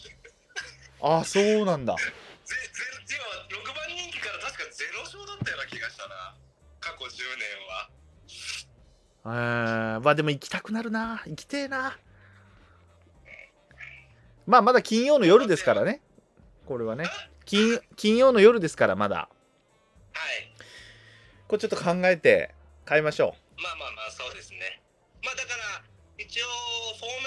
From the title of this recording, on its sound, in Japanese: 音声が悪いですごめんなさい